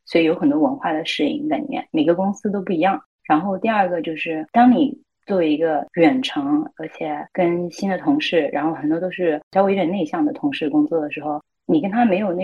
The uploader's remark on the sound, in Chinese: 因为需要远程录制，我们使用的是腾讯会议的录制功能。最后出来的录音效果不是很好，只能说我尽力了，实在抱歉。